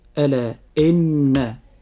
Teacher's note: أن مقدار الغنة في نطقنا لحرف النون في حرف إن، مقدار هذه الغنة حركتان، والحركة بمقدار قبض الإصبع أو بسطه، كما سبق أن بينا ذلك في الحلقات السابقة.